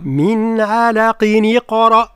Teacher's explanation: يعني النون بتاع التنون اللي هي ساكنة في الأصل، من علاق، من علاق، لكن النون هذيك تحرك بالكسرة، علاقين يقرأ مع تفخيم الراء وقلقلت القاف